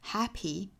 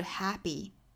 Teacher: 英国人美国人分别发这个词的时候呢英国人会相对来说送气多那么一点点 · Shown in: first take